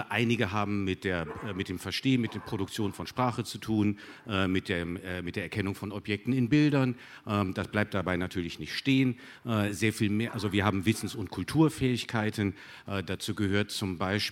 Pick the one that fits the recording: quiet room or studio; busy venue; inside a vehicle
busy venue